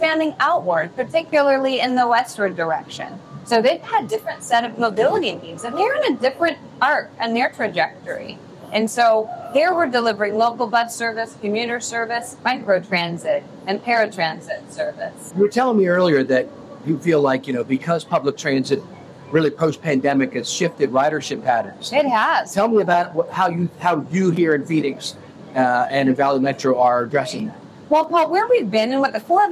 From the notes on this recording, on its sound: While riding the LRT and streetcars